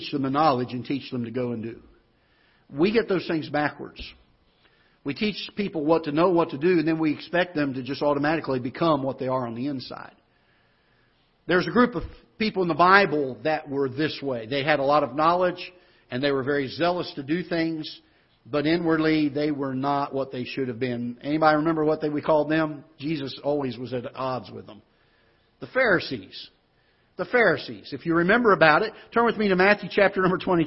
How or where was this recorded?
large echoing room